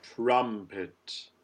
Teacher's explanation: because we have a TR combination, we use the bird R